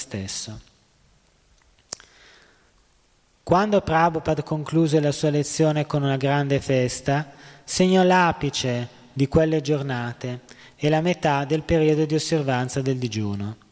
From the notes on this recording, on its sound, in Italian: in diretta dal Tempio di Villa Vrindavana